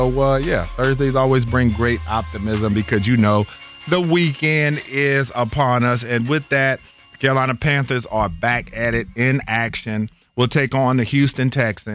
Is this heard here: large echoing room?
no